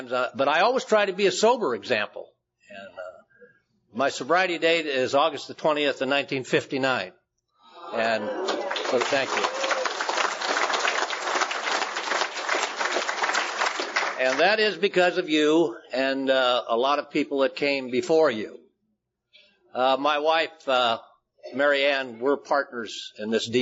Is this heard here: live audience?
yes